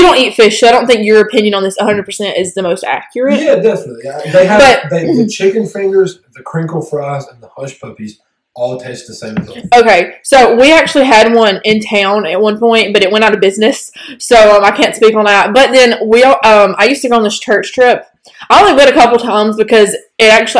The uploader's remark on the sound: It was chaotic. We had a few audio problems but they should be entirely fixed by next episode.